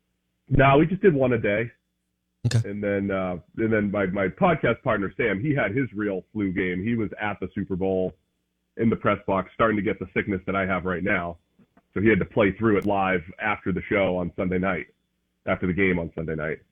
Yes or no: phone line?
yes